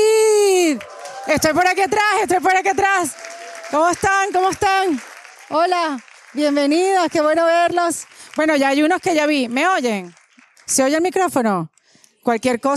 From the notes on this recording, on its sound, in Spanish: Este episodio fue grabado en vivo en la ciudad de Madrid. Además tiene un contenido exclusivo de preguntas muy poderosas que hizo el público.